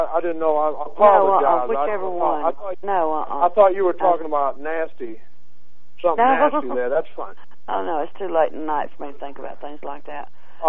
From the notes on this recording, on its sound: Prank Phone Calls